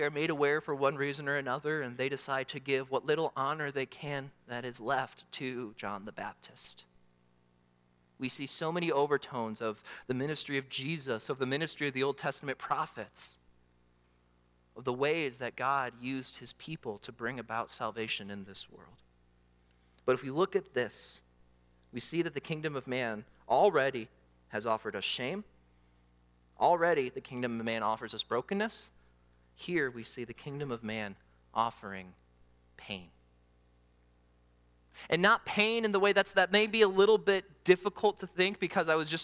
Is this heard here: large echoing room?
yes